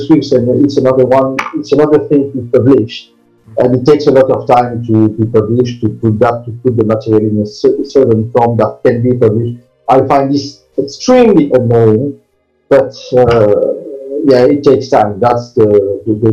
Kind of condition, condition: fault, poor sound quality